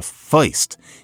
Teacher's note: Something that stands out is what we often think of as oi instead of er.